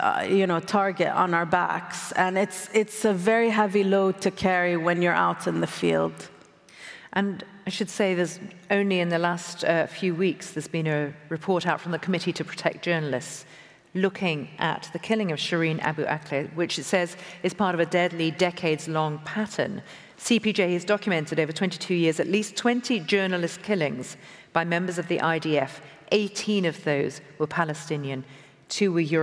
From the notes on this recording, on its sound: recorded at the 2023 Oslo Freedom Forum